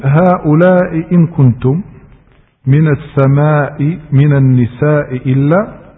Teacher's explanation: وإذا رجعنا عند الداني رحمه الله في كتابه مثلا التيسير وهو يتحدث عن الهمزتين من كلمتين يقول: هؤلاء إن كنتم من السماء من النساء إلا وشبهه. يقول: فورش وقنبل يجعلان الثانية كالياء الساكنة. يجعلان الثانية كالياء الساكنة ليس الهاء. · Term: التسهيل